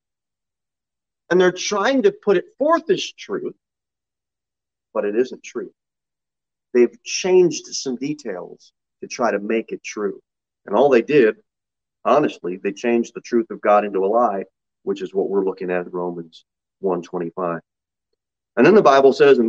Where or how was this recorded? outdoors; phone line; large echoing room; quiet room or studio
large echoing room